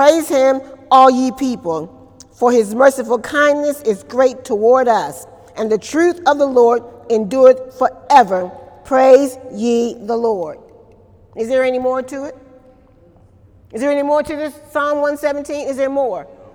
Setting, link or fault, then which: setting, large echoing room